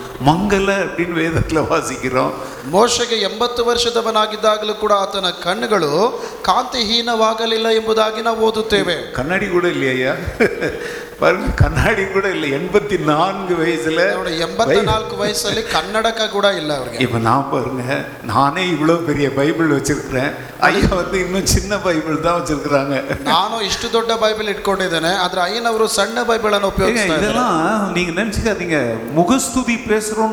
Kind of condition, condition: setting, large echoing room